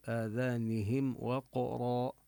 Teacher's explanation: وفي آذانهم نمد الألفات مدا طبيعيا، وننتبه لكسر الهاء آذانهم، ونظهر الميم قبل الواو · Term: الإظهار